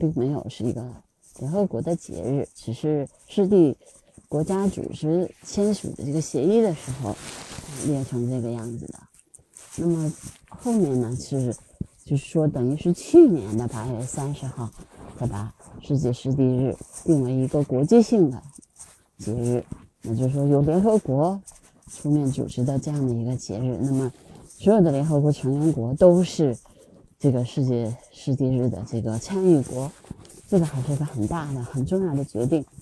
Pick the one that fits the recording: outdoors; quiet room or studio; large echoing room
outdoors